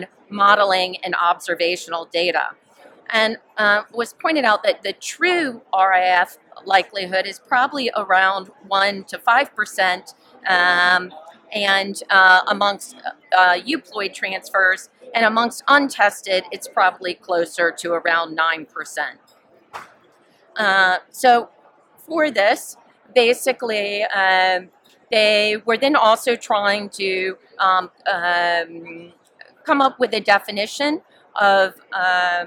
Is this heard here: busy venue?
yes